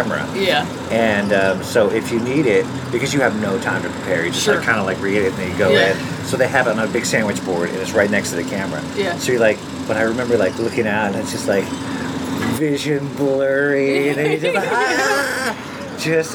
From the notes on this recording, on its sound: Over grilled cheese and tomato soup at Fred 62 in Echo Park.